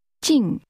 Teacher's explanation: This word is pronounced with a falling tone.